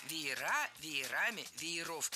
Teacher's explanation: слово «веер» имеет ударение на корне в единственном числе и ударение на окончании во множественном. Поэтому только «веера», «веерами», «вееров» никаких других вариантов в словаре не фиксируют.